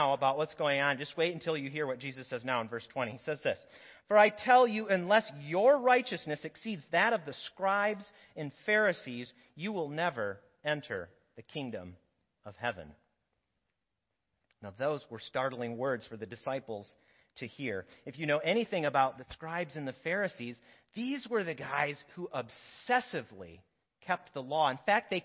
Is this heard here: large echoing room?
yes